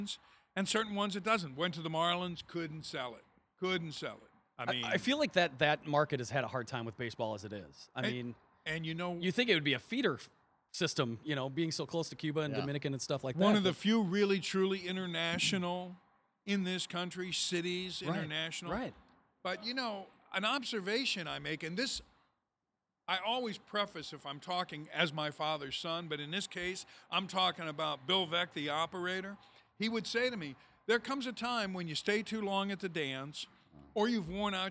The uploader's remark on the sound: Taped on the overhang of the brand new CHS Field in Lowertown St. Paul, MN.